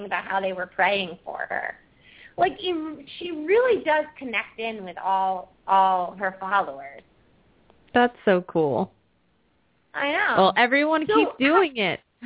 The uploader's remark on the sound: open up the lines for listeners to call